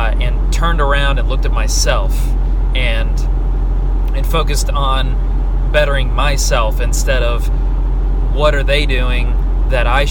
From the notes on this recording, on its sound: I rant in my car.